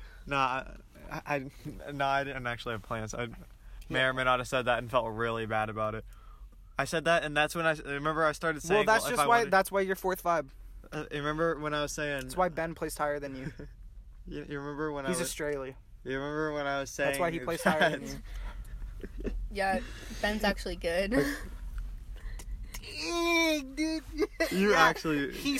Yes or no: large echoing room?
no